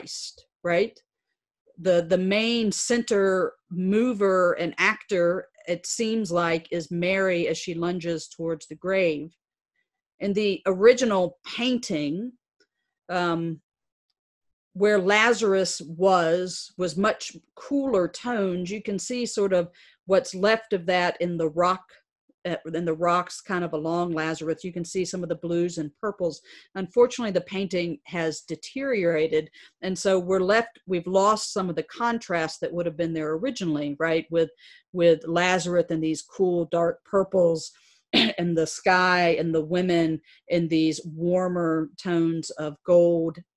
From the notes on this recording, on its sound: presented on Trinity Commons Zoom Evening Prayer Worship during this season of physical distancing